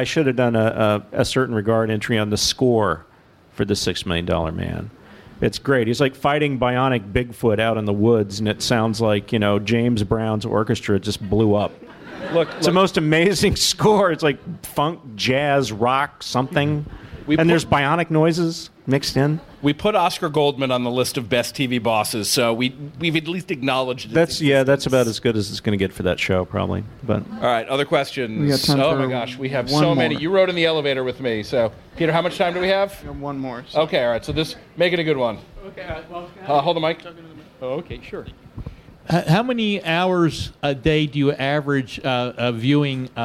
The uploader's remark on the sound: Live at the Strand